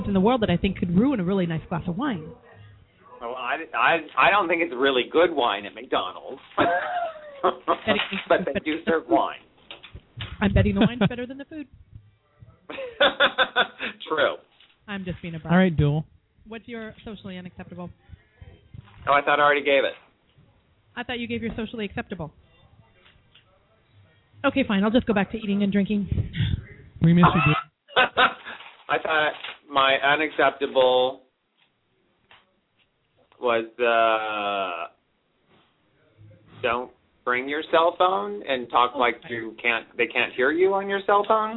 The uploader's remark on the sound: As we broadcast live from the Grill from Ipanema in the heart of Belltown ~ Seattle Washington!